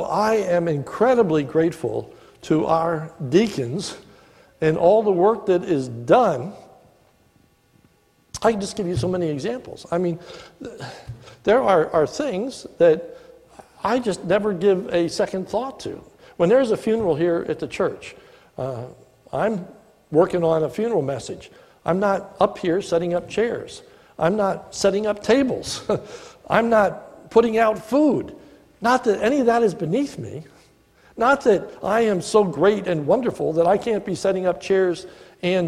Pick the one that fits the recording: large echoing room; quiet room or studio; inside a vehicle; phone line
large echoing room